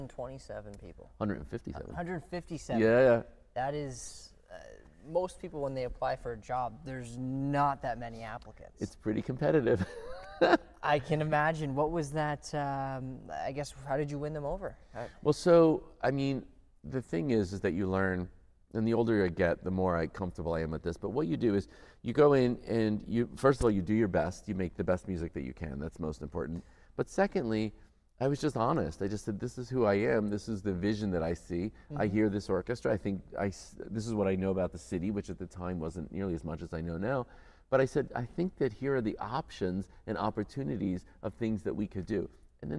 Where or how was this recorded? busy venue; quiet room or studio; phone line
busy venue